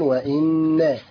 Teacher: واو فتحة واء الف همزة وكسرة اي واي. نون حرف غنة مشدد بالفتح حركتين